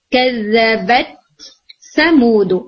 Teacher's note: آپ تا کو واضح کرے بغیر آگے نہیں چلیں گے، یعنی سا کو نہیں بولنا جب تک آپ کا تا مکمل نہیں ہوتا